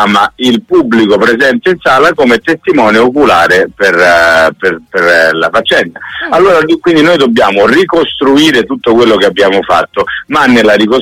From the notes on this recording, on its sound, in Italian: In occasione dello spettacolo "Forbici e Follia" a Milano. Al telefono. Su RadioDanza.